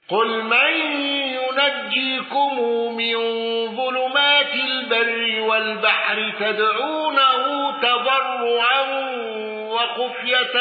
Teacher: شعبة بكسر الخاء في خفية